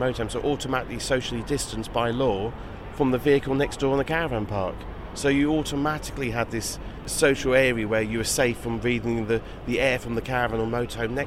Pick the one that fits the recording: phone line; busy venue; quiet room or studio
busy venue